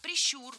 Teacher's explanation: Ударение в этом слове ставим на второй слог. Да там его и оставляем во всех формах.